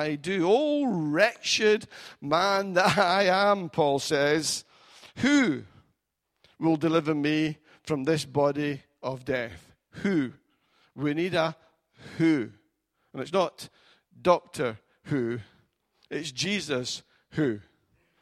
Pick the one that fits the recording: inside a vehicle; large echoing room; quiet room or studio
large echoing room